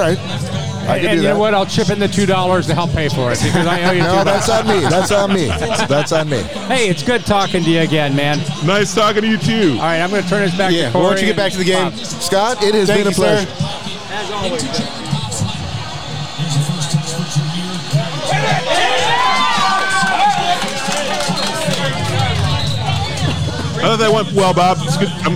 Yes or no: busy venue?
yes